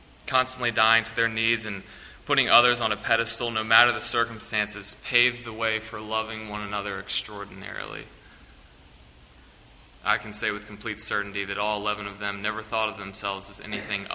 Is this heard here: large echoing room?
yes